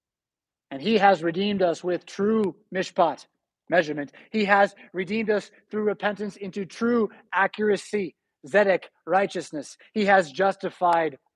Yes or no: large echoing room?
yes